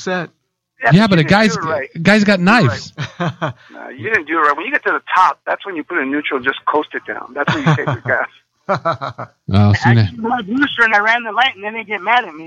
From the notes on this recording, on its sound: Join in on the phone.